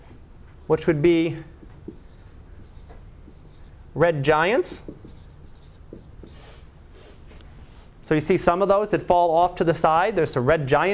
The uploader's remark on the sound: Live Class Lecture